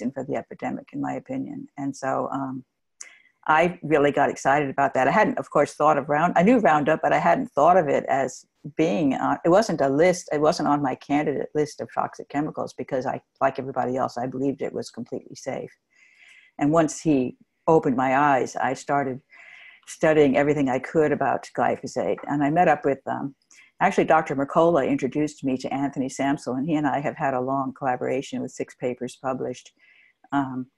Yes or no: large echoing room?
no